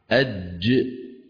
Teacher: حرف الجيم حرف شديد، ومعنى شديد أنه محبوس الصوت، هكذا الجيم الفصيحة أج، وهي من وسط اللسان، بدايتها انحباس.